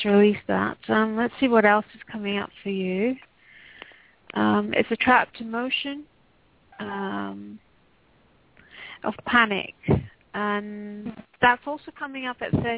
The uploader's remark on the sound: Takes your calls for healing live today!